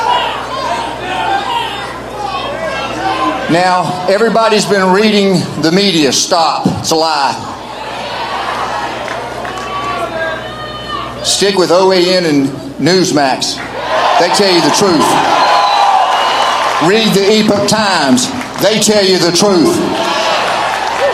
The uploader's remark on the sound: in Georgia today for "STOP THE STEAL" Rally LIVE